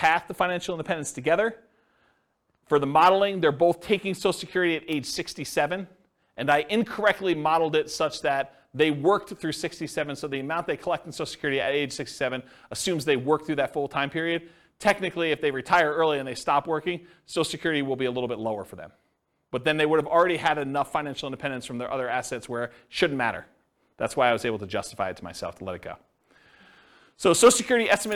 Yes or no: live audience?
yes